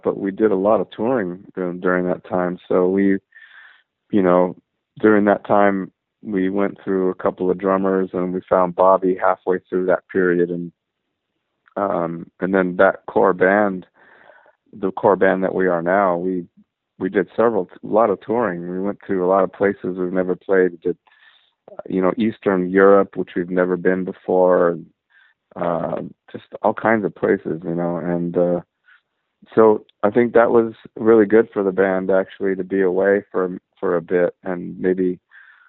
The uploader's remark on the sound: I talked on the phone for a half hour